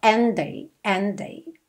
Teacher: Então, aqui ele usou rarara para juntar night no and e and day. And termina em D. Day começa em D. É claro que você vai juntar esses dois Ds num D só.